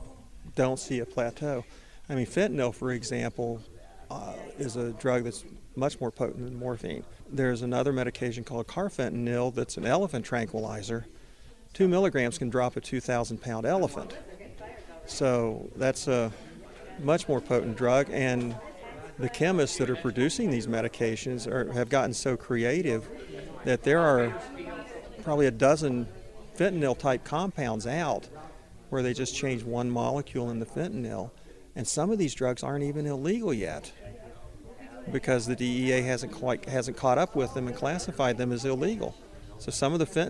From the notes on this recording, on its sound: Interviews from the #hadenough event held at Geisinger Commonwealth Medical School, bringing together experts and audience members.